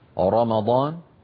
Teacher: تفخم الراء إن كانت مفتوحة مثل رمضان